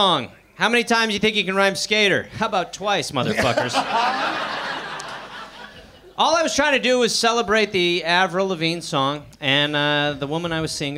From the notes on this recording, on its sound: Live in Melb. Deliver a second show to another sold out crowd. Recorded at Basement Comedy Club on Exhibition St, Melbourne.